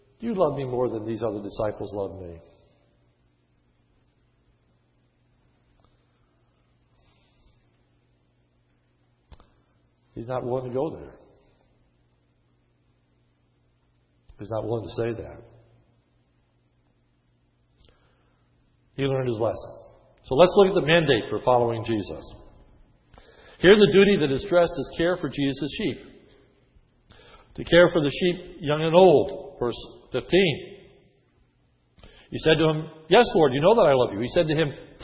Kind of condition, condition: setting, large echoing room